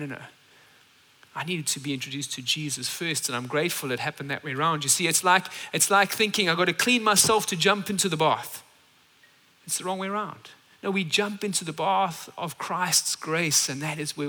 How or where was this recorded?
large echoing room